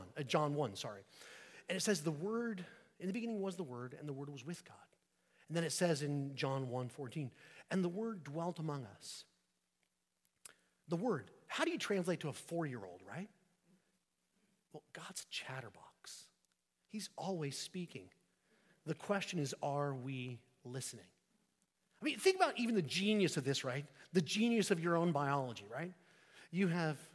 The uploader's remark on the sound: at St Peter the Fisherman, New Smyrna Beach